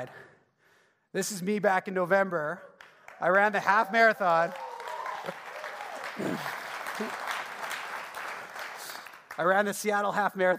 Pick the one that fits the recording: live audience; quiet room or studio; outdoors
live audience